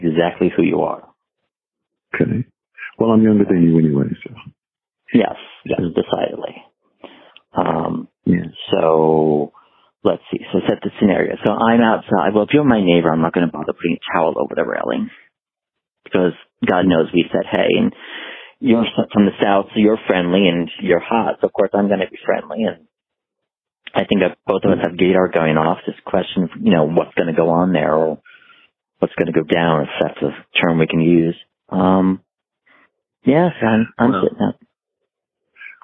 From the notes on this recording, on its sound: The sexual chemistry took over, and we decided to record the call.